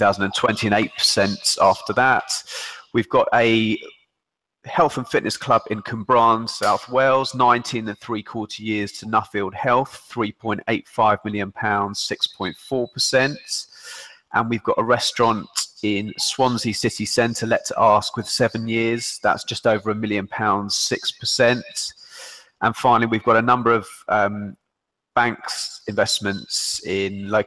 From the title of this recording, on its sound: CPD Accredited Google Hangout